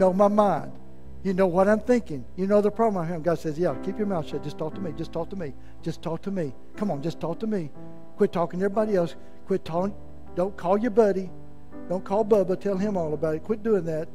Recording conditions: large echoing room